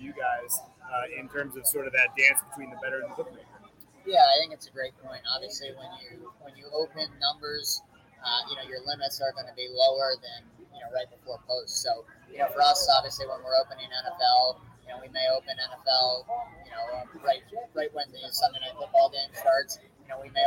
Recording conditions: poor sound quality